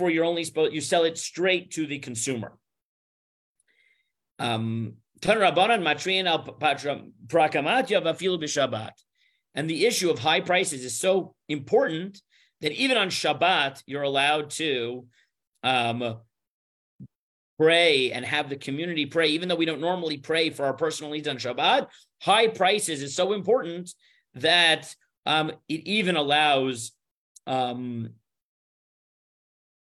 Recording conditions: video call